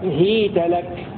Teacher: بكسر الهاء وياء ساكنة مادية وتاء مفتوحة هيت لك مبنية على الفتح مثل كيف وأين.